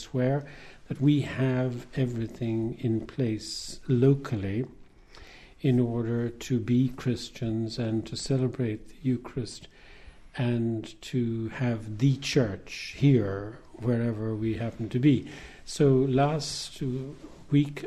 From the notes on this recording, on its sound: A special Christmas programme recorded at the beautiful and world famous Glenstal Abbey